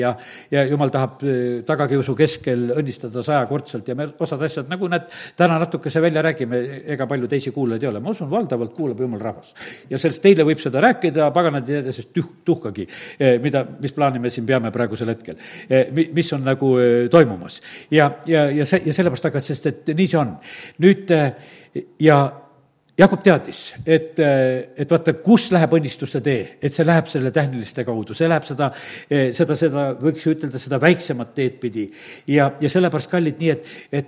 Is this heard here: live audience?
yes